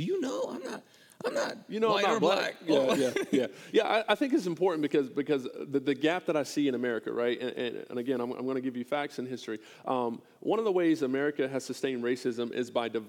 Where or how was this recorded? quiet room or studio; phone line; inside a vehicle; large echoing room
large echoing room